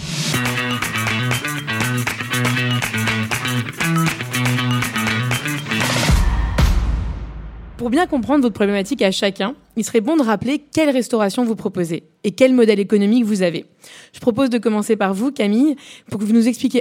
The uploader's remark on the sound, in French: Enregistrée en public. Au Bouillon République.